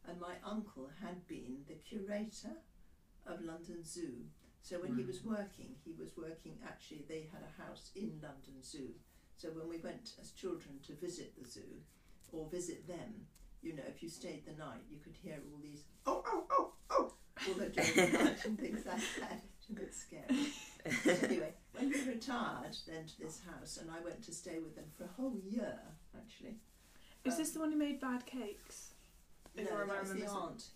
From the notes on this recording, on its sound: She does talk very quietly. We’ll get the sound right eventually.